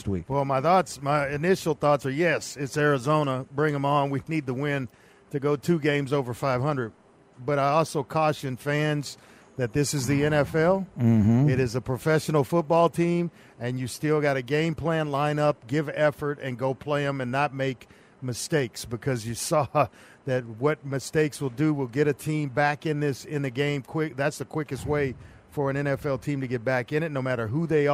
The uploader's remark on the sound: audio from the locker room